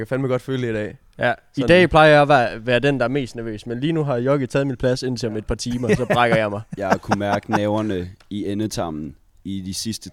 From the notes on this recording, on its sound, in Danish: mini-episode optaget på When Copenhell Freezes Over 2023